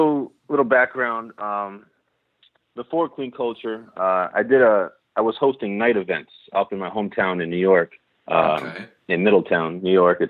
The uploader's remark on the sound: On the phone for a conversation.